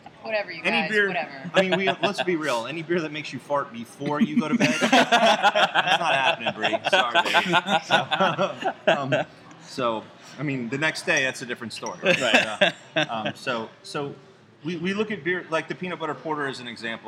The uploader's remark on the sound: Record live from Tin Cannon Brewery in Gainesville with a live audience!